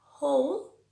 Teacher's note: en who, whose, whole, lo que no pronunciamos es la W